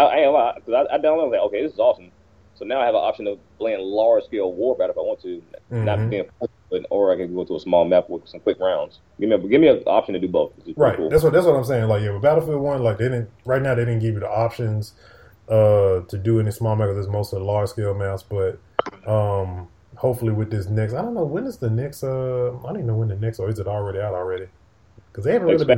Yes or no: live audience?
no